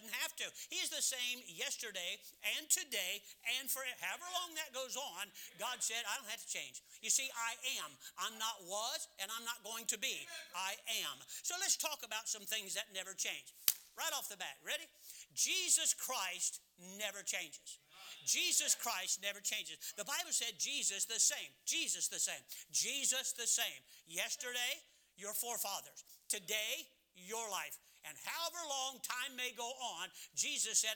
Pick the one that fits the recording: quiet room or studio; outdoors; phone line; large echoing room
large echoing room